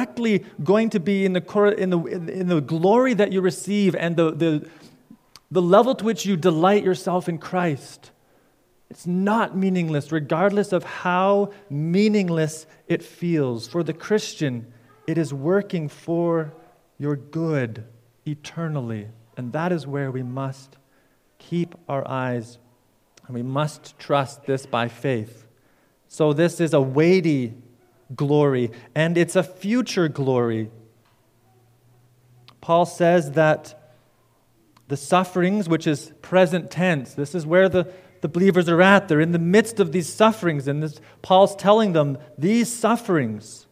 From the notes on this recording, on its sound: preached at Fairview Cornerstone